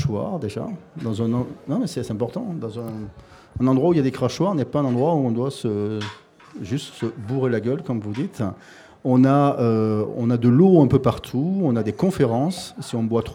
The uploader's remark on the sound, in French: En direct du festival BU